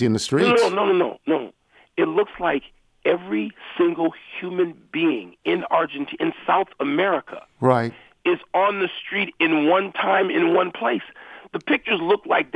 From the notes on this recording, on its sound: calls in to talk about all of those things